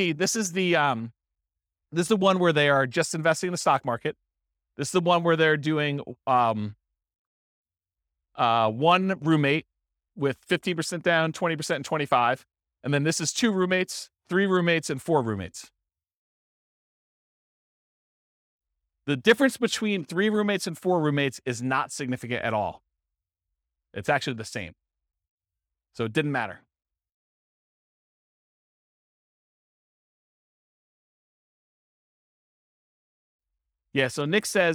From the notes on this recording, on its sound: Sterling Heights, Michigan. This was a live class recorded.